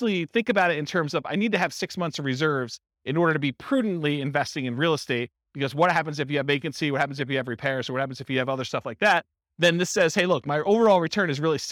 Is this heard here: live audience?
yes